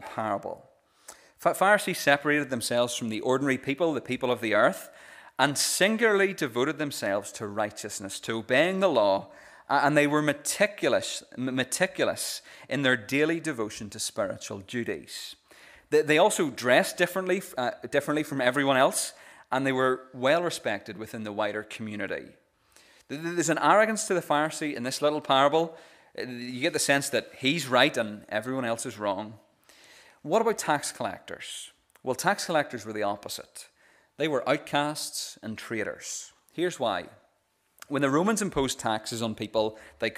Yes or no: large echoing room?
yes